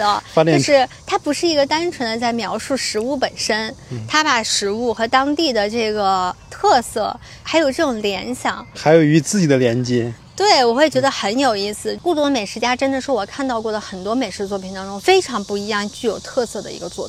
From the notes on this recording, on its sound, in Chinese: 本期节目是拆漫专家一次新的尝试——户外录制。比如时来时往的飞机噪音和傍晚逐渐大起来的蝉声，实话说，有些地方环境噪音确实有点大，我已经努力处理过了。